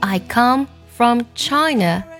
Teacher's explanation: 尾音不能加儿化音，不能读作 China